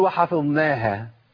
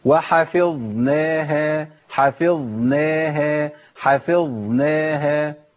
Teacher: مش عايز يمكن بقى لطرف اللسان مع طرف الثنايا وبعدين يطلع بلسانه فوق، فيعمل ايه؟ يخلي لسانه فوق في مخرج النون على طول · Shown in: first take · يقول وحفظناها.